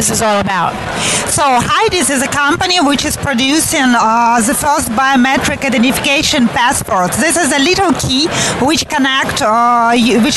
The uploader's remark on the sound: Reports live from the show floor of TechCrunch Disrupt SF 2016 talking with hot startups and technologists who are premiering their businesses at this stellar event that hosts over 5,000 attendees over 3 days.